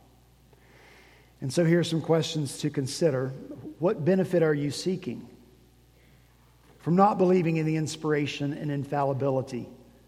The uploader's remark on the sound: At Redeemer Presbyterian Church in Charleston, SC.